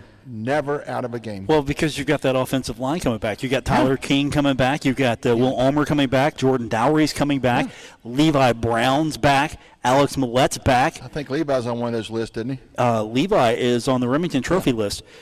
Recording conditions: busy venue